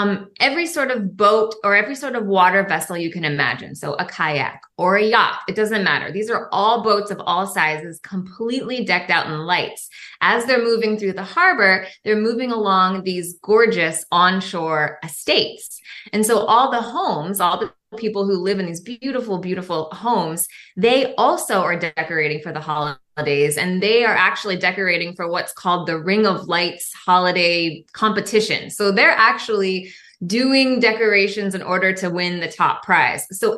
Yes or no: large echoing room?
no